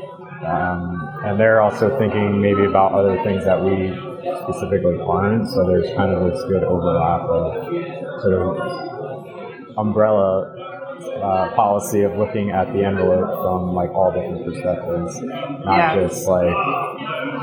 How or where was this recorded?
busy venue